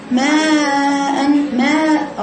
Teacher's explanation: انت كده بتنامي يا بنتي انت كده نعسانة انت بتقولي ما حولت المد اللي هو فيه جهر الى مد فيه نفس